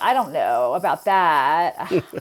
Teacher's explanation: Well, vocal fry is when we sort of go to a low pitch and we have a little extra vibration and it comes out sounding kind of crackly. It's also called creaky voice.